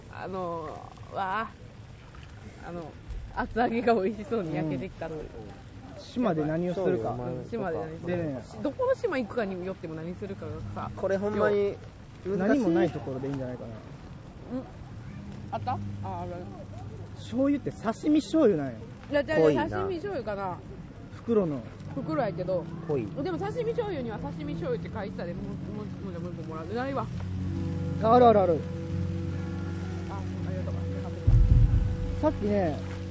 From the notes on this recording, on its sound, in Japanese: またしても野外収録です！服部緑地野外音楽堂にて開催されていた音楽イベント「Room Special」をさらに野外から楽しみつつ、焼き物大会！！その間を埋めるすばらしいミュージックも流れております。音量バランスも リハーサル音：声：厚揚げジュウジュウ＝6：3：1な具合。